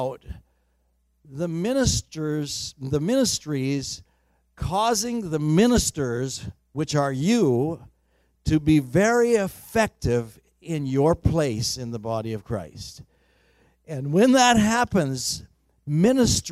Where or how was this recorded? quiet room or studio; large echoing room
large echoing room